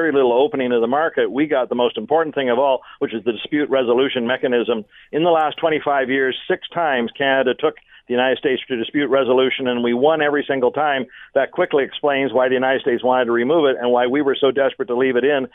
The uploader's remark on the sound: opens up the phone lines to ask callers